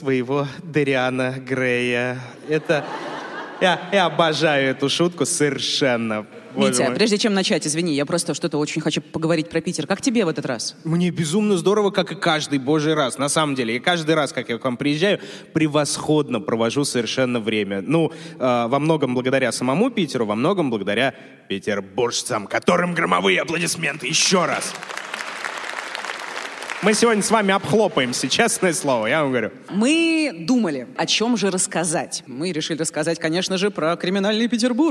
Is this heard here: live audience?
yes